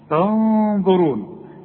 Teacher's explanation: بس الغنة هنا تفخم علشان الظه مفخمة